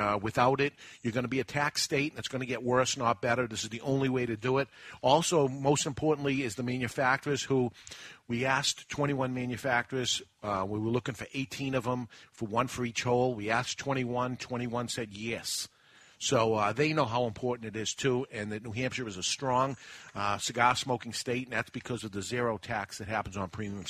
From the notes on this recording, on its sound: We're live at the first annual CANH (Cigar Association of New Hampshire) Golf Tournament at Amherst Country Club in Amherst, NH